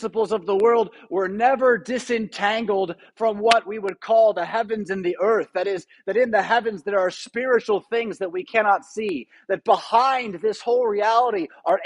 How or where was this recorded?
large echoing room